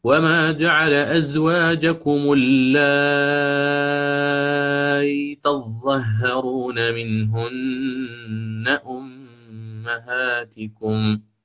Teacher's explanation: ياء ساكنة وقبلها حرف مد، فسيعاملها بالإشباع